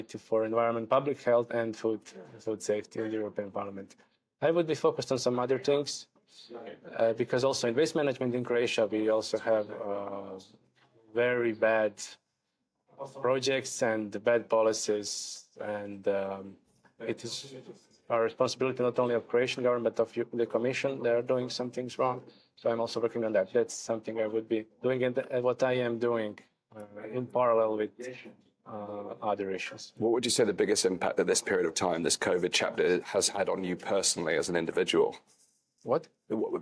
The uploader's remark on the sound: recorded at the International Covid Summit